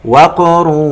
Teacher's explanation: نقلقل القاف في كلمة وقر